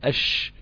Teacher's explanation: حرف الشين او آلية النطق بيه عند في منظر حرف الشين، هتلاقي فيه مسافة بين لسانك وبين غار الحنك الاعلى في حرف الشين، في مسافة كده ضئيلة جدا دي بتنتشر فيها الريح، تقول